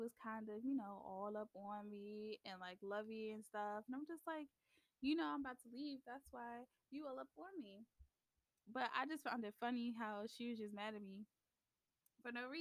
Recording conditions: uneven or low level